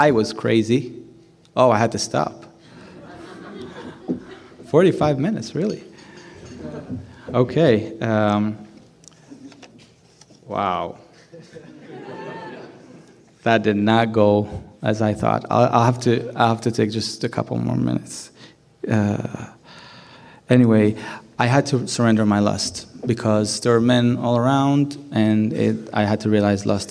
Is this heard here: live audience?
yes